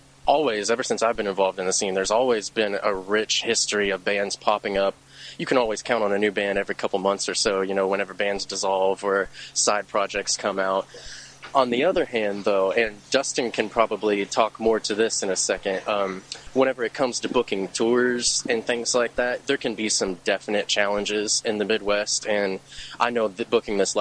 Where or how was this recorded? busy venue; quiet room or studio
busy venue